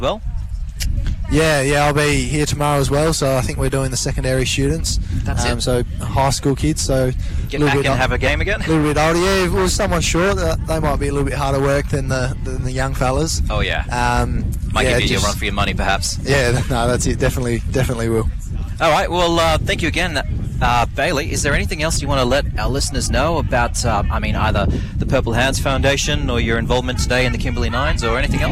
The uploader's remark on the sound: Broadcasts live from Cable Beach for the Kimberley 9's event , a joint initiative by the Purple Hands Foundation and WA Police.